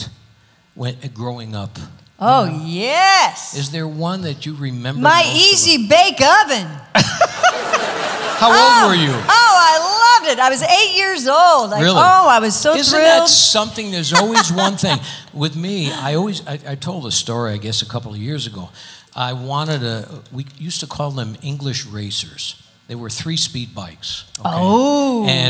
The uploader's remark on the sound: Live at the South Point Casino